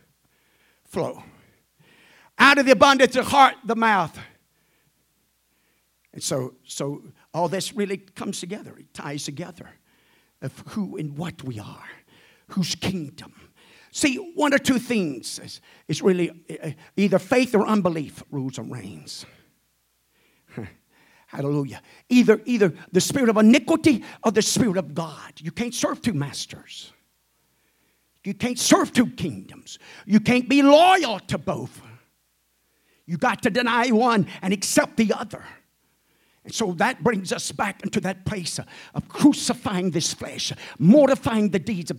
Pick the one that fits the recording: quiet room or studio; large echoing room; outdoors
large echoing room